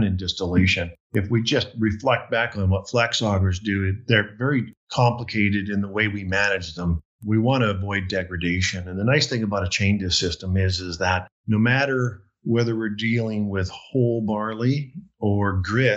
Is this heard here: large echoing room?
no